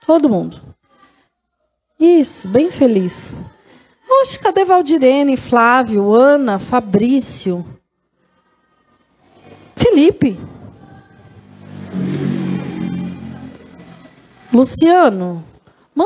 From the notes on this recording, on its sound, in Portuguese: Culto gravado no dia 20/08/2023, na Igreja Desfrutar do Amor de Deus, em São Paulo.